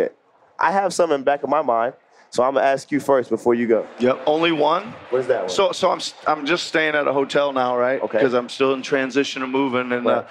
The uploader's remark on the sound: LIVE from NBACon at Summer League.